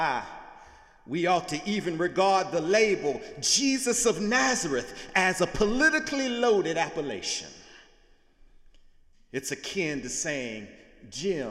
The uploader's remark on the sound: Sunday sermon December 10, 2017 in the Memorial Church of Harvard University